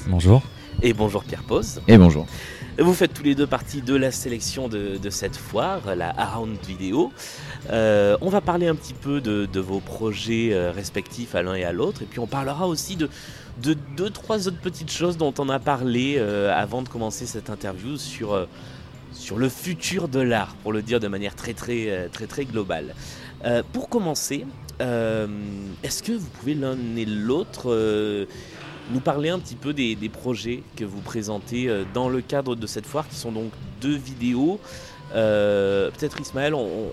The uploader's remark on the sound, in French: Dernier entretien de la série enregistrée à l'occasion de la foire Around Video de Lille